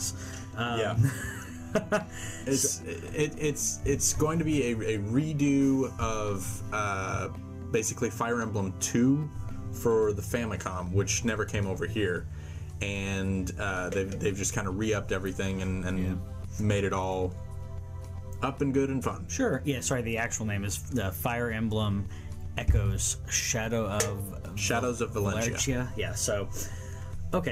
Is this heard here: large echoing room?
no